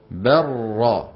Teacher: براء مشددة، ولا يبقى من اللام شيء